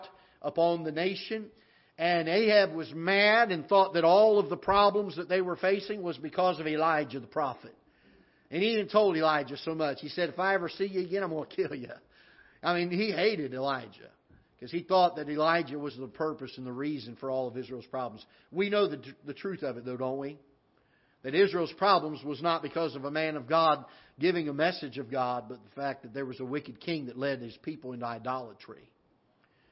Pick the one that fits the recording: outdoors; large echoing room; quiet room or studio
large echoing room